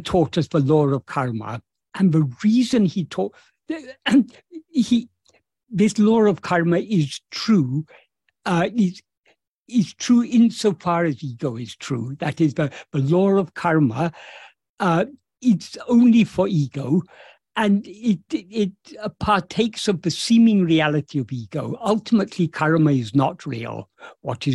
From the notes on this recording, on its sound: In a Zoom meeting with the Ramana Maharshi Foundation UK on 13th May 2023